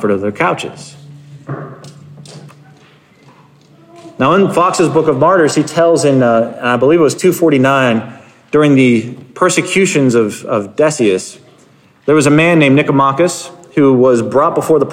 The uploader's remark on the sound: Sermon Preached 10/16/2022 at Covenant Heritage Reformed Church in Hampton, Virginia